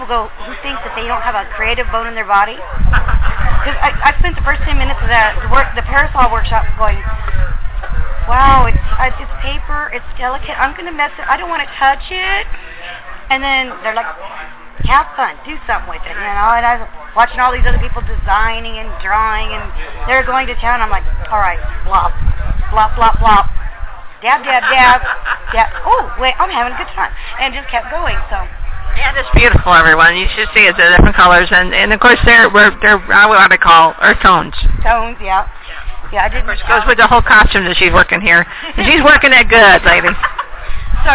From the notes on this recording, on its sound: THIS SHOW IS NOT LIVE - IT HAS BEEN PRE-RECORDED. At the Wild Wild West Steampunk Convention this last weekend.